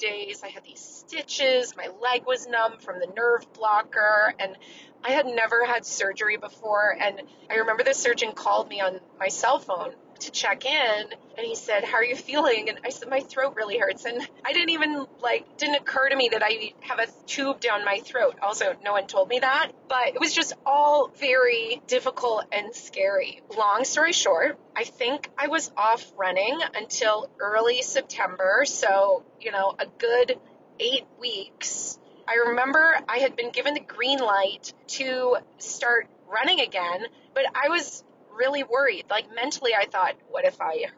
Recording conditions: inside a vehicle